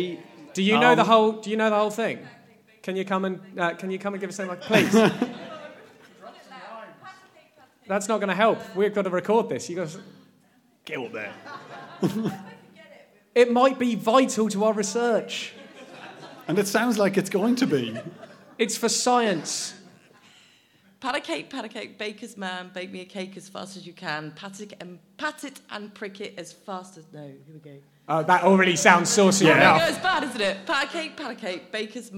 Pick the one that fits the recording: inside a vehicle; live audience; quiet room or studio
live audience